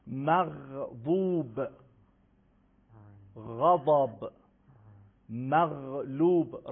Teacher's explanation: یه تعدادیشو قبلا اشاره کردیم، حرف صاد، حرف ضاد، حرف طا. یکی از اون حرفایی هم که یه قدری پرحجم و درشت تلفظ میشه، میل ریشه زبان به سمت کام بالا، حرف غین هست